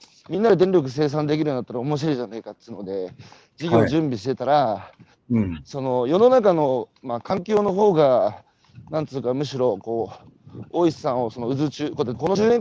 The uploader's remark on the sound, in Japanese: 歩きながら1時間、対談する